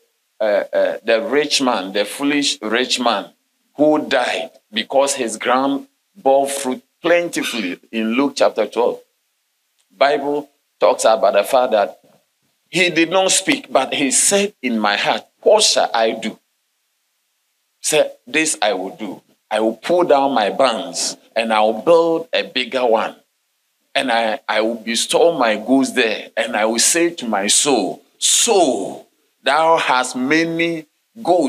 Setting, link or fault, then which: setting, large echoing room